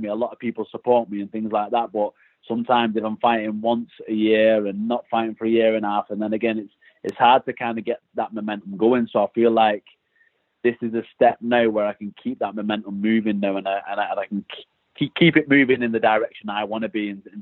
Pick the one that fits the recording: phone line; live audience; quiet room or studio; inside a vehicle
phone line